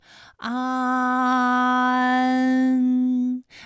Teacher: 舌面前部与硬腭的前部闭合，使在口腔受到阻碍的气流从鼻腔里透出，口型由开到合，舌位移动比较大 · 起点元音是前低不圆唇元音啊，舌尖抵住下齿背，舌位降到最低，软腭上升，关闭鼻腔通路啊 · Term: 前鼻韵母, 前鼻韵母安